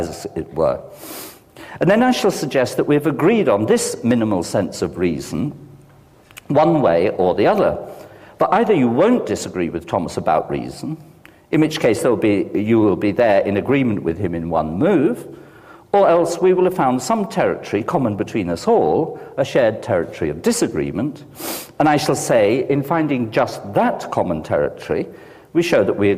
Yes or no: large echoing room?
yes